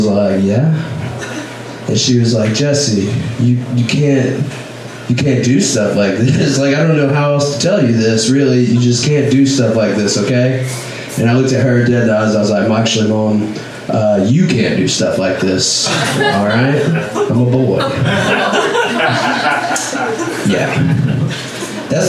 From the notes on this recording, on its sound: Live from Genuine Joe's